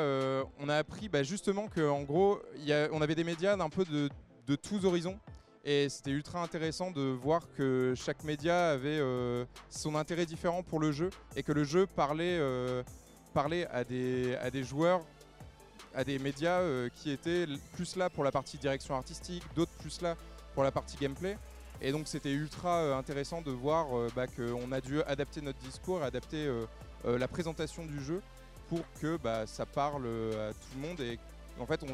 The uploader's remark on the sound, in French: En direct de la Gamescom 2023.